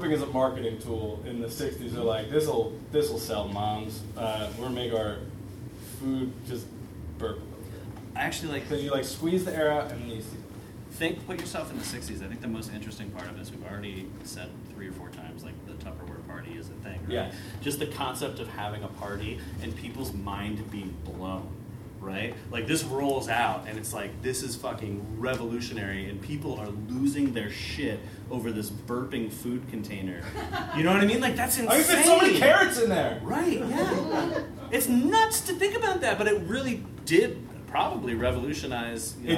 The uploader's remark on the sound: Live at the SteelStacks Improv Festival